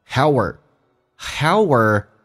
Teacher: How 跟 are 可以有一个连音，我刚刚有讲过 are 可以弱化成 er 这个发音，元音跟元音之间有连音，那这个加一个 w 半元音 w